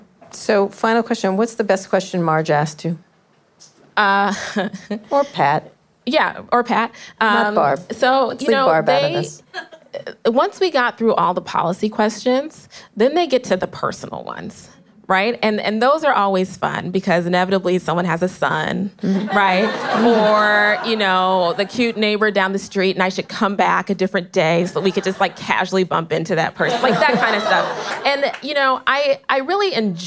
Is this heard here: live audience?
yes